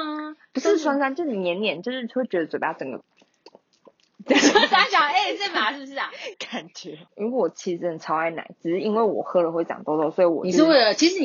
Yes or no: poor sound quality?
yes